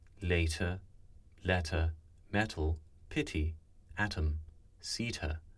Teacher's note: Here we're looking at a T going into an unstressed syllable. Again, there's a tendency for it to be dentalized. · Term: medial T